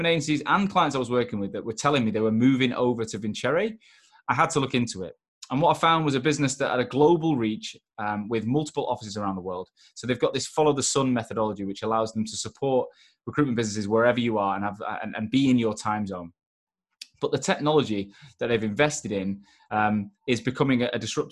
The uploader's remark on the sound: joined on LinkedIn live